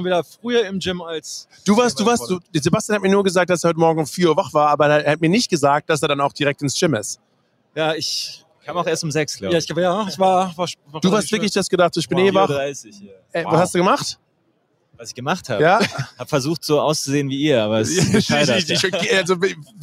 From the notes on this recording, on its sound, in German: hat live von Radio Row in Phoenix aufgenommen